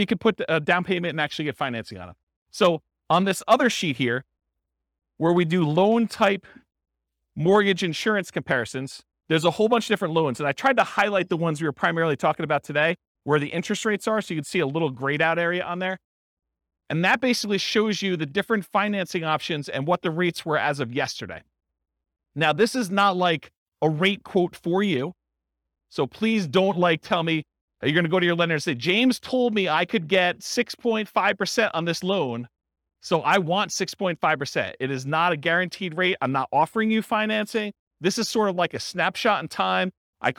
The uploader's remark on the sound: This was a live class recorded